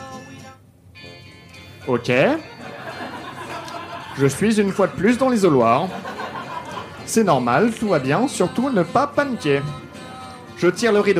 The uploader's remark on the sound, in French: Enregistré en direct et en public au One More Joke le 10/01/2019.